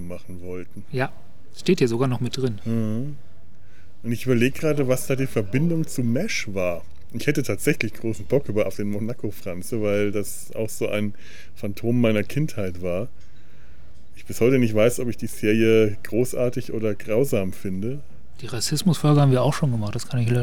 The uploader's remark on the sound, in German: Uns zumindest draußen im Freien persönlich zu treffen, so richtig mit Nebengeräuschen und allem. Kommentieren das (akustische) Leben im Hinterhof.